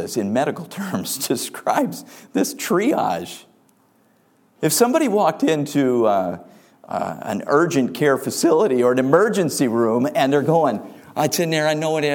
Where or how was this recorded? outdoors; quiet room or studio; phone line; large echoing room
large echoing room